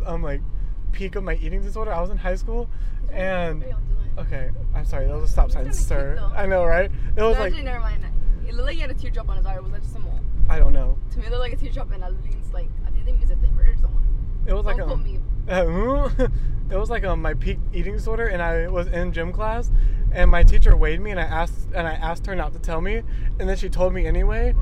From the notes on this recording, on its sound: Road Trip Special! This week we film our journey while on the way to Charleston.